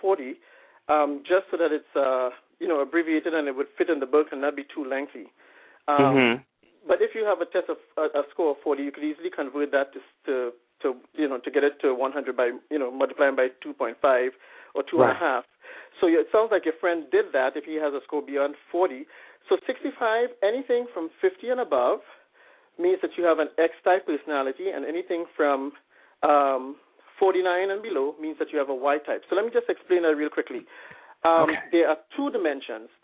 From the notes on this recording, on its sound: a veteran calling in LIVE from Afghanistan